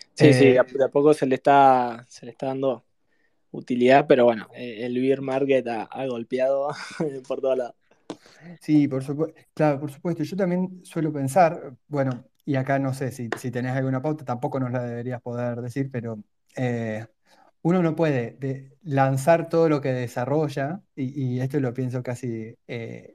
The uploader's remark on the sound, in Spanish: El evento fue grabado el 10 de octubre de 2023, vía Twitter Spaces.